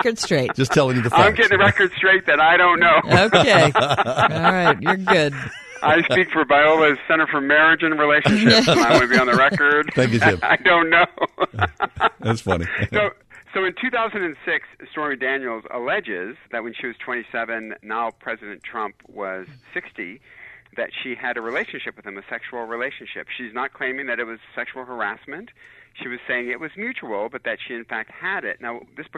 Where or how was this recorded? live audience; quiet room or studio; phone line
phone line